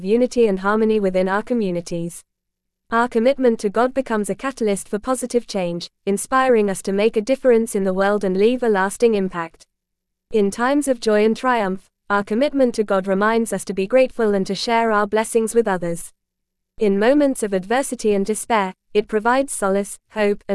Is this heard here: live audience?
no